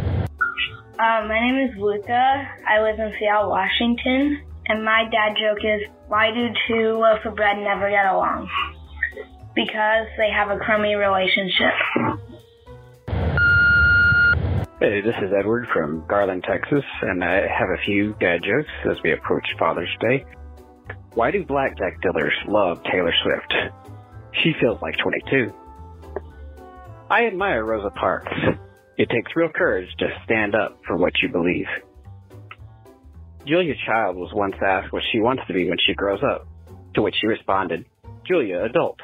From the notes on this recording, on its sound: I have compiled jokes recorded by our listeners through my voicemail service over the past fortnight.